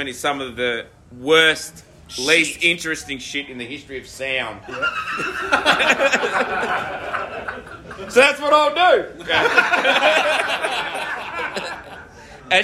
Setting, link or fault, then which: setting, live audience